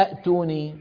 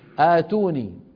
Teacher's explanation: همزتين وراء بعض والثانية ساكنة، كانوا يبدلونها حرف مد من جنس حركة الهمزة الأولى · Shown in: second take · Term: البدل